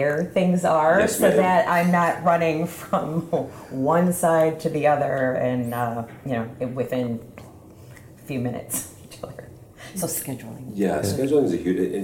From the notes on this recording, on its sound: Live From ISE 2024. We are live and in-person for this week's show in Barcelona.